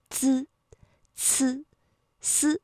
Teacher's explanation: 而如果是滋呢，舌尖抵的是上齿背的位置